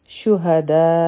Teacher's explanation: بی اربعتی، دلته به را غټه وایو، په دې باندې سکون دی، لیکن د دې نه مخکې چې کوم همزه دی په هغې باندې فتحه ده. شهدا، په دې کې هم متصل مد دی، او د دې مقدار څلور حرکا دی